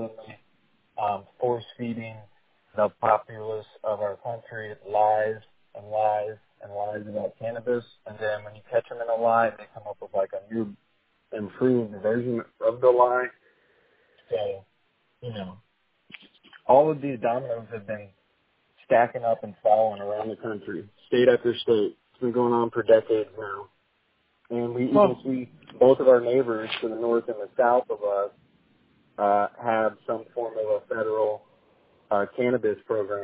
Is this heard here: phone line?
yes